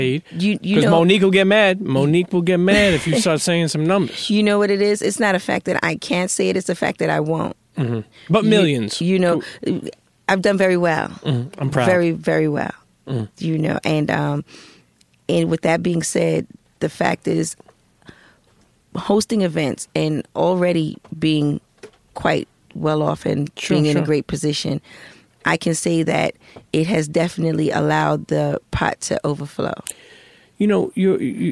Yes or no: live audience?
no